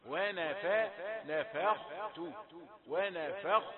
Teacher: لا و نا فا ثلاثة دول ترقي، الخاء هي المفخمة ثم تأتي بعدها تاء رقيقة